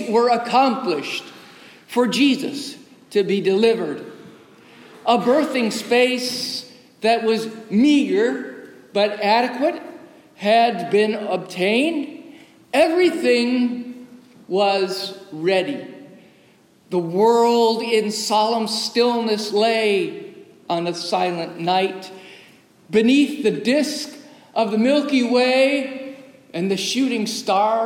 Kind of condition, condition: setting, large echoing room